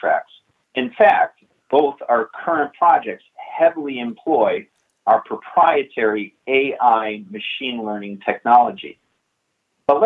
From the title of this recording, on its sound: Investor Conference Call